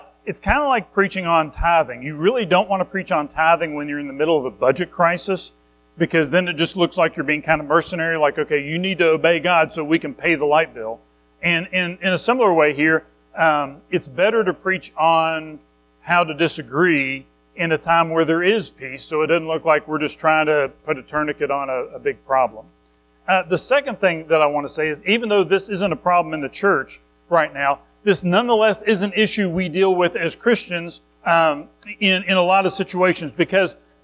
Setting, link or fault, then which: setting, large echoing room